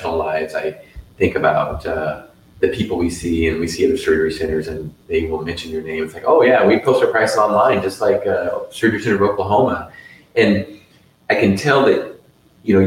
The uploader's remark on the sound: LIVE from the annual FMMA conference!